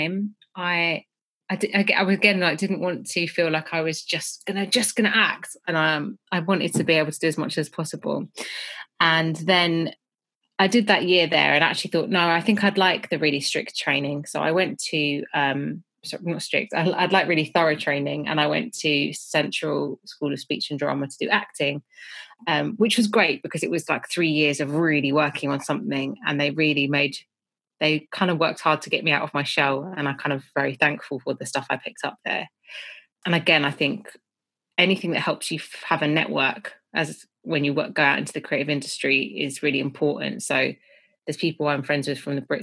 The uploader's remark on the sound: This episode was recorded over Zoom